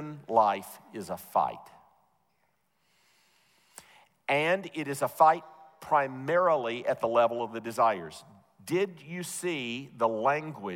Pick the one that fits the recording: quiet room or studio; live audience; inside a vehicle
live audience